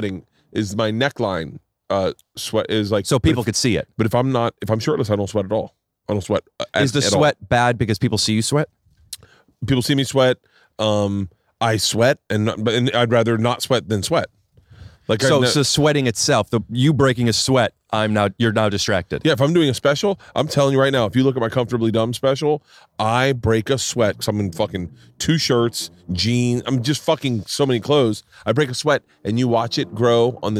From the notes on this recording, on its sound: Today I sit down outside